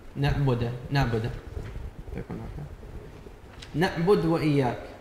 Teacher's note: اختلاس نطق الضم على الدال فتسمع القراءة نحو نعبد وإياك فيلزم تحقيق نطق الضم على الدال.